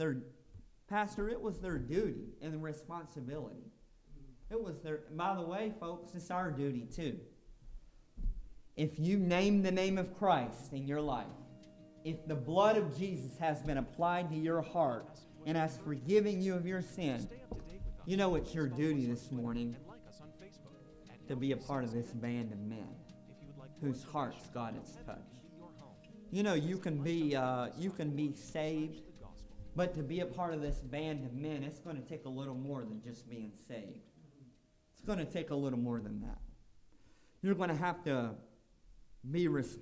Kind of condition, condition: setting, large echoing room